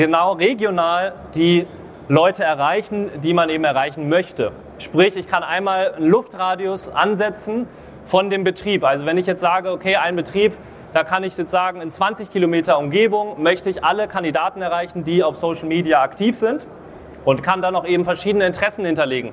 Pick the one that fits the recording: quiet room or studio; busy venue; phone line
busy venue